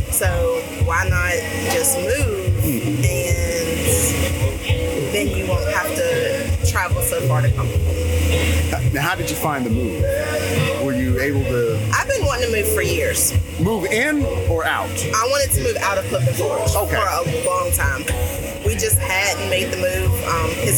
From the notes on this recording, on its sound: JOES Grill -- The Bottoms. They take their microphones to downtown Rocky Mount to capture the stories of the people who make this community unique. As part of the 150th Anniversary of The town of Rocky Mount, We set up next to the historic First Baptist Church's original location. Amid the sounds of Gospel next door, soul, and country music from down the street, we hear from a diverse group of individuals.